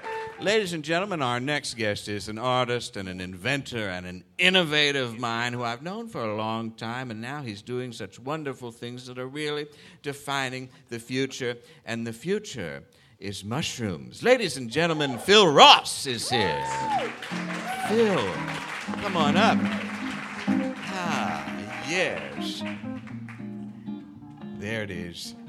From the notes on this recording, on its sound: Live From SF Sketchfest. Marches into the rain-soaked streets of San Francisco for a special live edition of the program at the 16th Annual SF Sketchfest, presented by Audible.